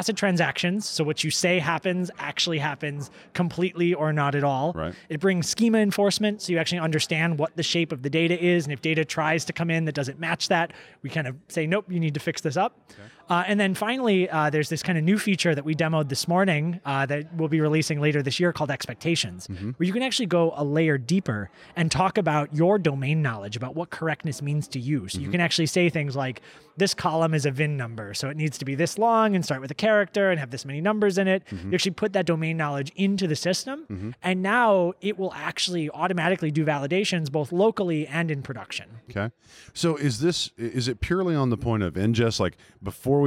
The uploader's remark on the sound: This podcast was recorded at Spark+AI Summit in San Francisco , California in April 2019.